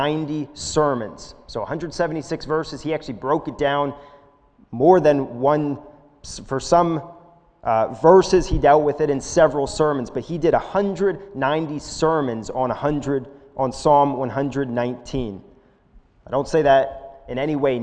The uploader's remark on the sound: This is a sermon recorded live at the Lebanon Bible Church in Lebanon, PA on 05/02/2021 during the evening service